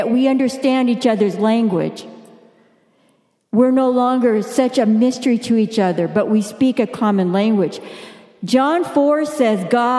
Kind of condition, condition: setting, large echoing room